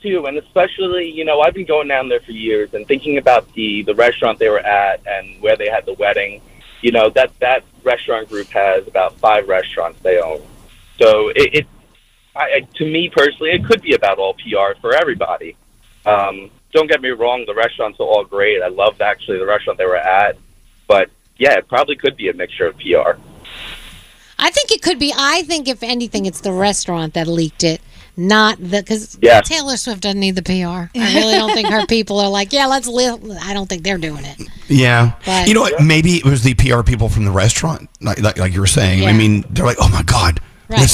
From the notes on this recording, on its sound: our listeners call